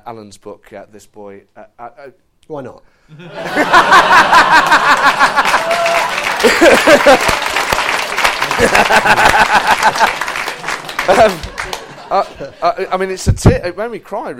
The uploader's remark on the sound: Recorded live at the St James Theatre.